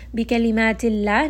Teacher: name of Allah here is going to be light because the letter before has a kasra.